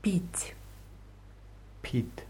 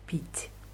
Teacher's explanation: T am Ende ist weich, da ist ein Weichheitszeichen dran.